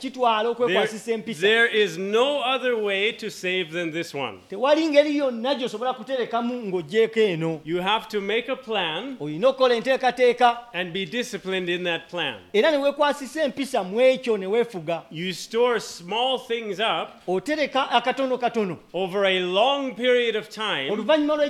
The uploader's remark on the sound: With Luganda Translation. At Lubumba Community Church on Sunday February 18, 2024.